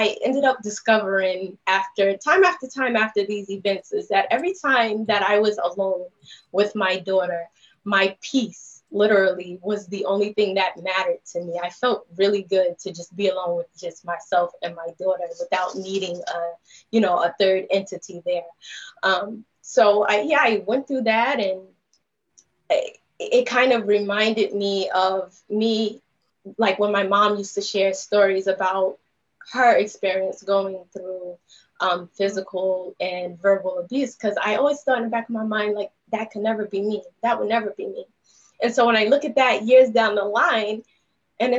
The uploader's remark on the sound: LIVE TAPING PRE-RECORDED FROM FB LIVE DUE TO COVID19